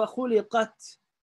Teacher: You see at the end a little bit air. That's called hams.